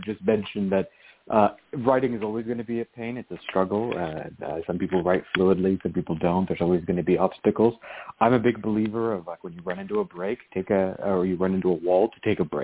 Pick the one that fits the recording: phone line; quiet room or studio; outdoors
phone line